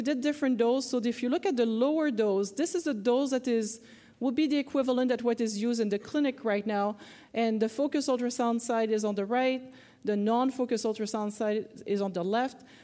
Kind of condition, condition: setting, busy venue